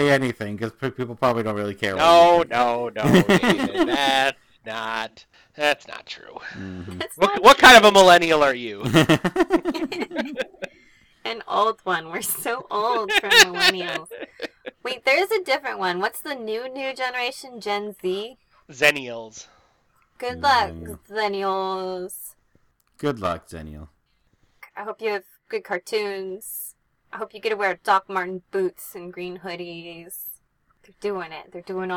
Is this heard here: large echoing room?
no